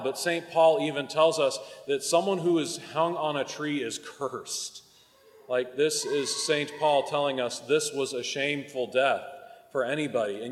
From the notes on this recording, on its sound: Recorded at the 9am Mass.